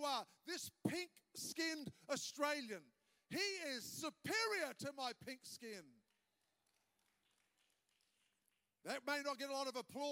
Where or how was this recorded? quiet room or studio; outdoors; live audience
live audience